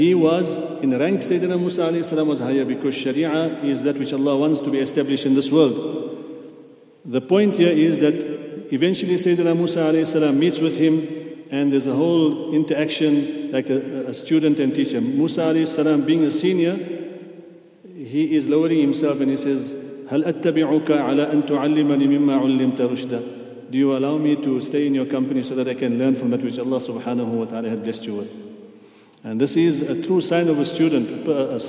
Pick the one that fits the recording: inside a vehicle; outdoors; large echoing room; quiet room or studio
large echoing room